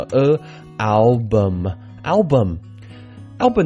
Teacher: 这里的 U 不会念啊，不念 bum 啊，念作轻的一个短的元音